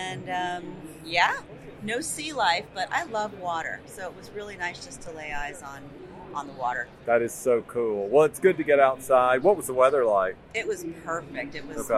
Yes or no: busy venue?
yes